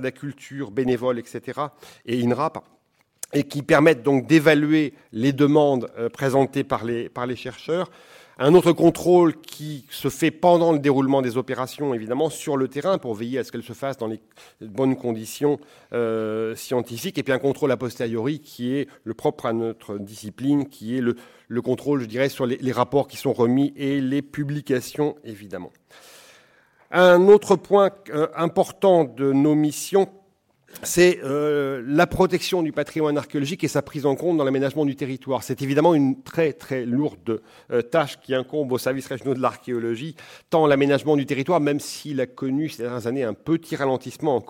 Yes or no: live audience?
yes